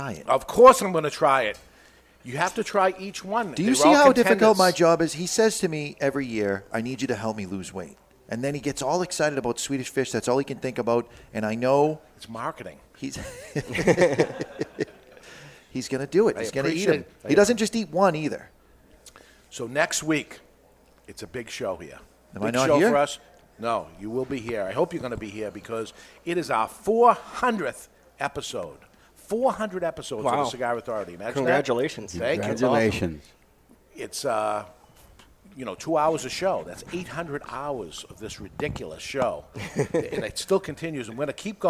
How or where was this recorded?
live audience